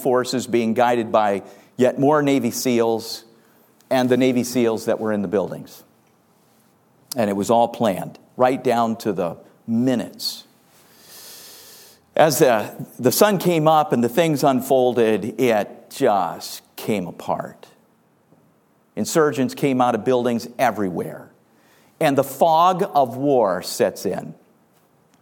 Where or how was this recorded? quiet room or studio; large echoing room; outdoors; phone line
large echoing room